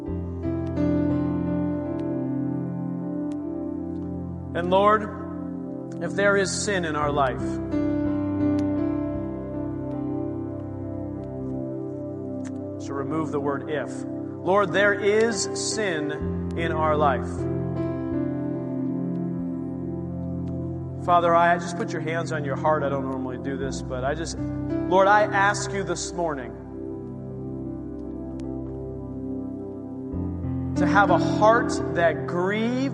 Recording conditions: large echoing room